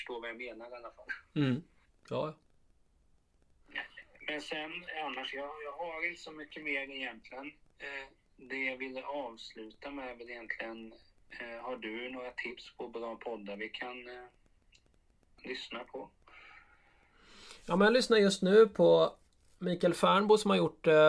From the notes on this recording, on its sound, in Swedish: En brasklapp är att det blev något vajsing med ljudet under inspelning. Mitt ljud påminner om telefonröst.